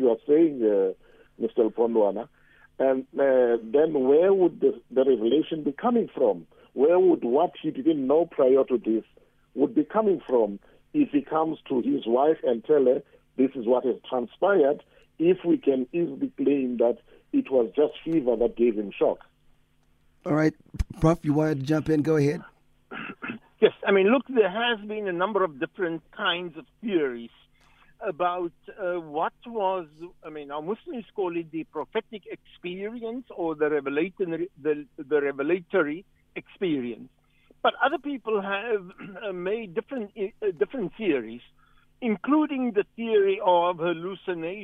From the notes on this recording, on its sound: Guest on the phone